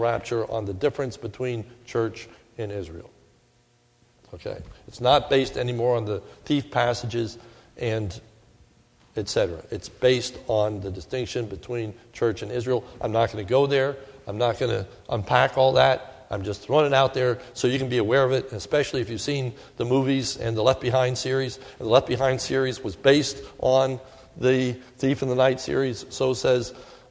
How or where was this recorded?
large echoing room